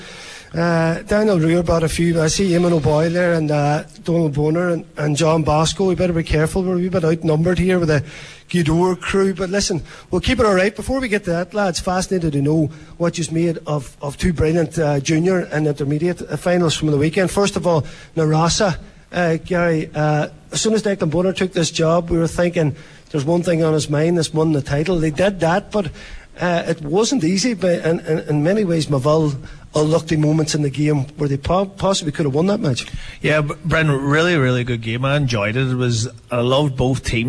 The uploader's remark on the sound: A County Final Preview LIVE from Highland Motors.